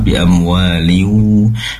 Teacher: mim sukun bertemu dengan ba ikhfa, ikhfa syafawi, dipanjangkan sedikit mendengungnya